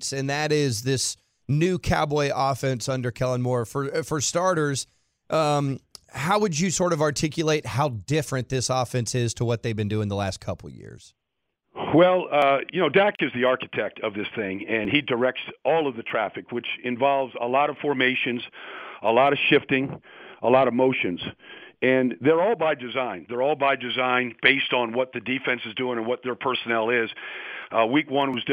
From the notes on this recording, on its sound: called in to the Ben and Skin show